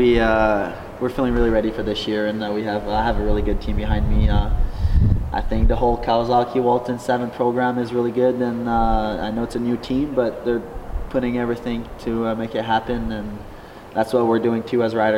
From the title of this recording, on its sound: Interview At 2023 Team Photo Day